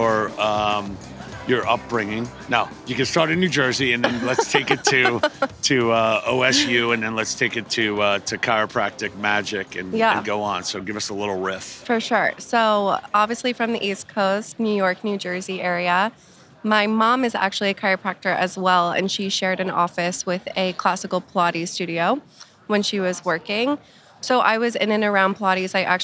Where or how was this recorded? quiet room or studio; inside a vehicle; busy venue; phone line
busy venue